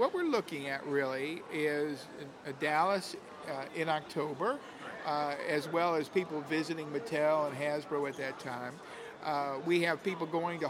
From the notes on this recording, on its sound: From the Guangzhou Toy & Edu Fair. Recorded on the floor of the show in Guangzhou, China.